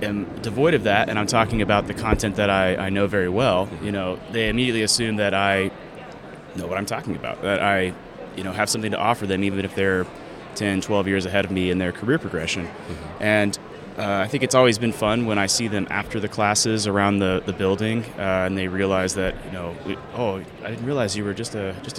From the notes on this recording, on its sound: Onsite at #IMEX23. Live from buzzing and immersive IMEX 2023 in Las Vegas, USA.